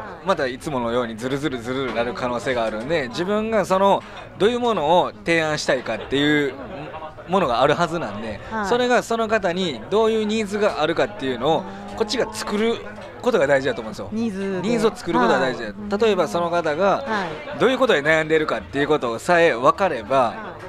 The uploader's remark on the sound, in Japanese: 公開収録PARTYPARTⅡ。オーガニックワインバー喃喃 麻布十番ストアより公開収録！会場にいるリスナーの悩みに。